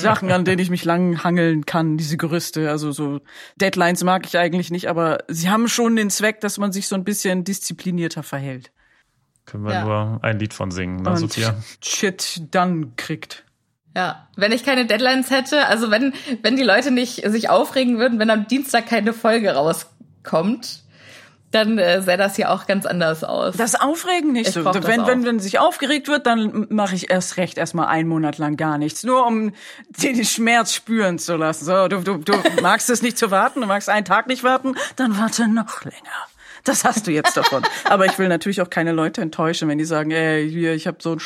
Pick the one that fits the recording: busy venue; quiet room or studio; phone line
quiet room or studio